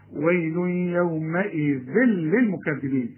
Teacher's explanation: الأول في غنة وبعدين في إدغام بدون غنة